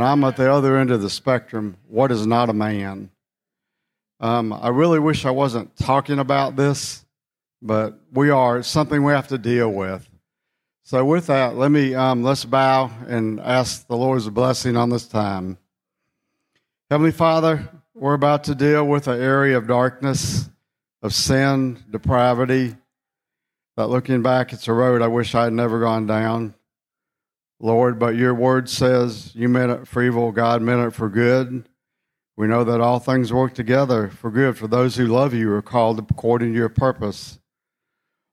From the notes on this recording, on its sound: Session #2 of the Skyfall 2023 Conference.